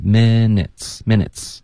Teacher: 这个 minutes 要注意，别发成咪。不是一个一的音，舌头要低一点